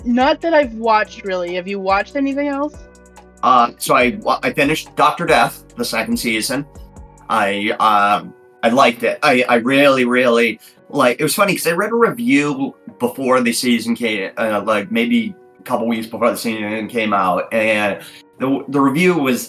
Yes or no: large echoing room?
no